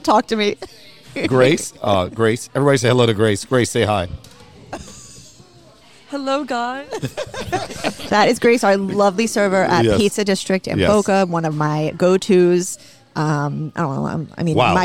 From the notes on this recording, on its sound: Recorded at Pizza District